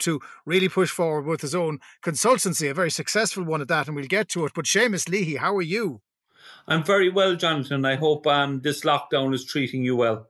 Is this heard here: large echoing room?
no